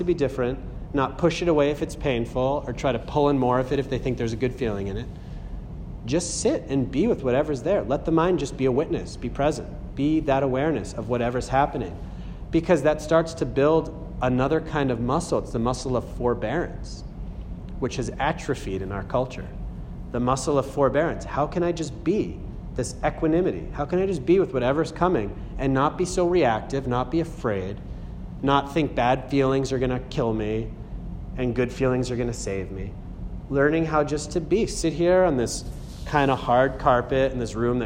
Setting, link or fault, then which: setting, live audience